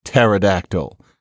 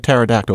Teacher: why is it that we don't pronounce the P when it comes right before a T? · Shown in: first take